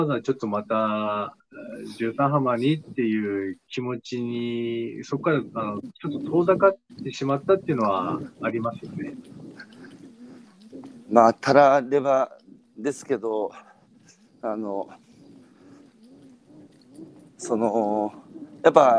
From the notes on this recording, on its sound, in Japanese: 宮城県石巻市十三浜で漁業を営む。歩きながら1時間、対談する。